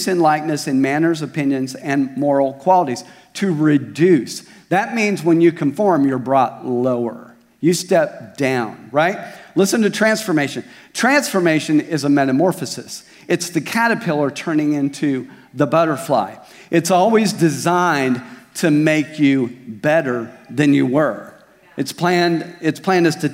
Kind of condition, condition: setting, large echoing room